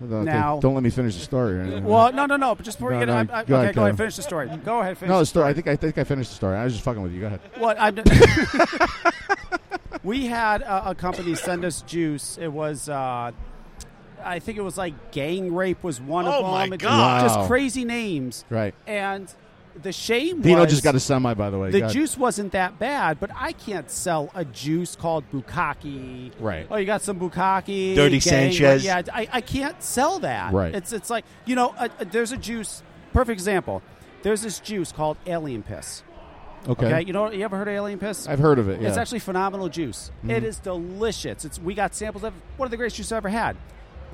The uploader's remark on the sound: Live From Vape Northeast. Our live broadcast from Vape Northeast VP Live.